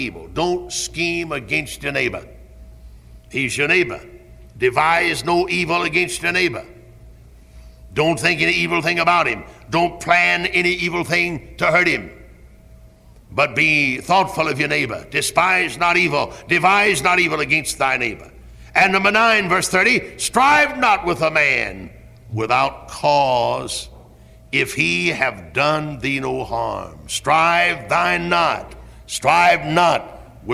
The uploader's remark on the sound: Originally preached at Tabernacle Baptist Church in Greenville, SC on July 8, 1973.